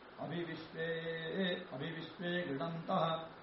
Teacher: विश्वे इत्यत्र उदात्तपूर्वत्वम् एवञ्च तैरोव्यञ्जनस्फुरितः